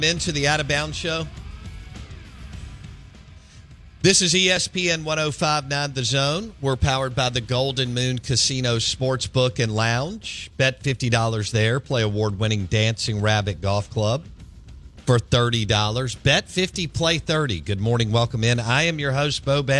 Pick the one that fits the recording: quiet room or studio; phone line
phone line